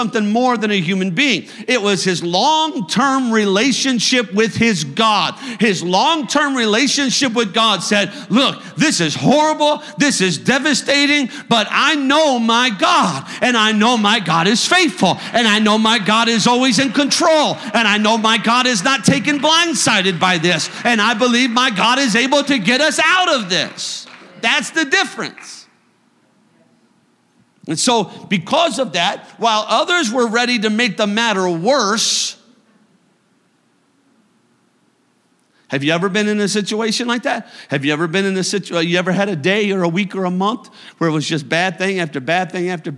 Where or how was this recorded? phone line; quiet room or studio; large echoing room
large echoing room